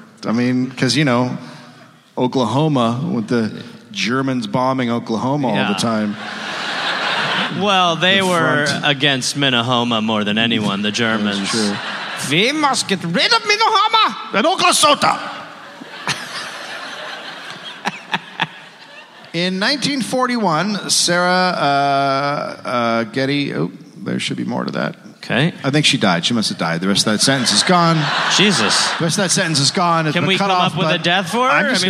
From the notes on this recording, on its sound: recorded live in Minneapolis